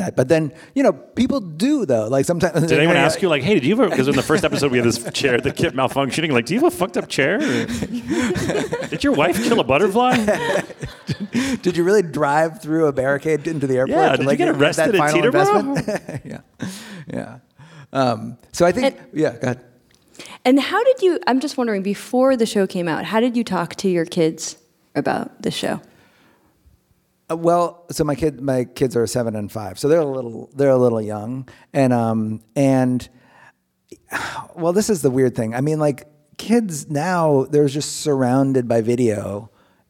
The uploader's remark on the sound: on stage at NYC Podfest